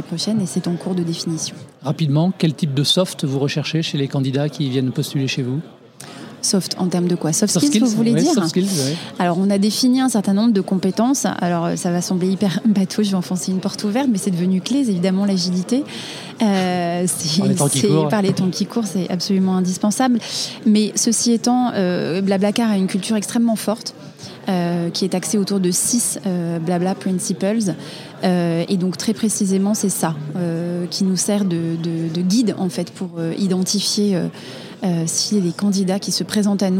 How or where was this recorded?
busy venue